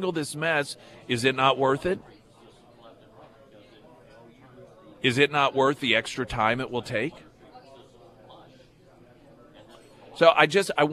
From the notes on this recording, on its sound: Live at Scramblers Diner.